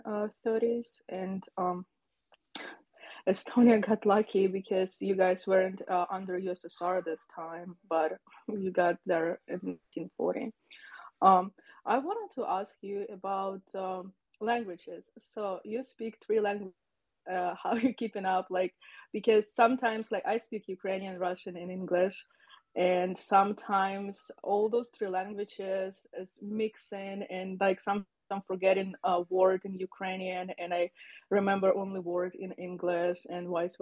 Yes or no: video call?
yes